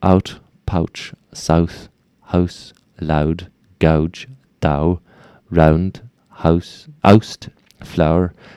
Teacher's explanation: The ow sound in mouth is more open, relaxed, ow, ow. So out, pouch, south, house, loud, gouge, dow, round, house, oust, flower.